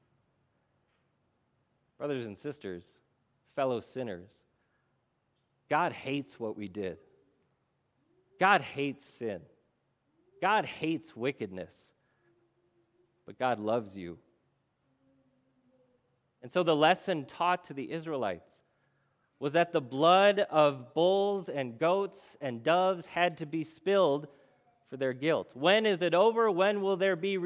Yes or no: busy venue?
no